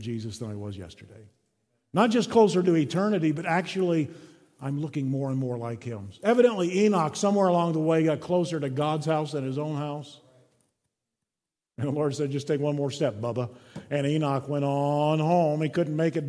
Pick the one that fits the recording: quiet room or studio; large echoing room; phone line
large echoing room